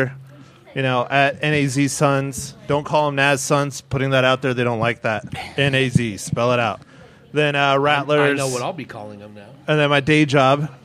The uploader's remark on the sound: Recorded at The Park Plaza Liquor & Deli. Recorded at The Park Plaza Liquor & Deli.